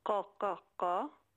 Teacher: det är inte ett k som du uttalar med tungan mot framtänderna